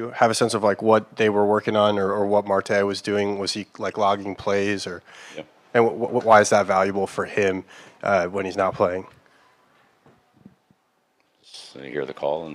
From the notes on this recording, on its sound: addresses the media during his postgame press conference following their preseason game against the Houston Texans at Gillette Stadium